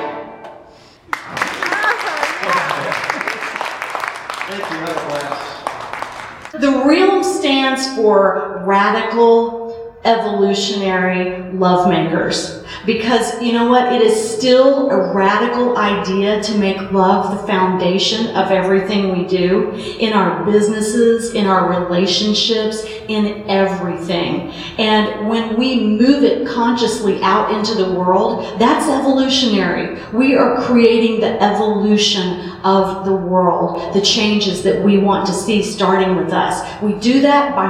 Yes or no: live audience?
yes